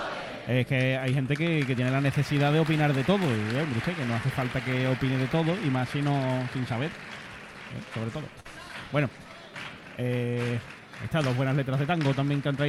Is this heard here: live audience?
yes